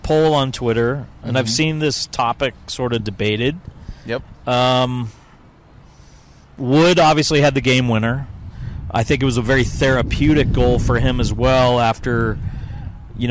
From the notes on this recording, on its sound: live at Rio Tinto stadium